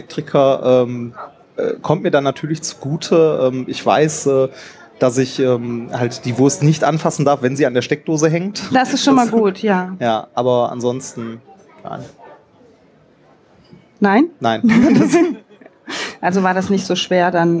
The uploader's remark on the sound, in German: 33c3-sendezentrum. Live vom 33C3.